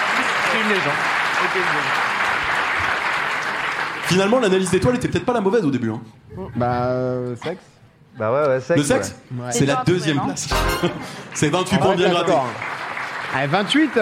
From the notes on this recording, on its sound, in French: Le public du théâtre. L'émission en public.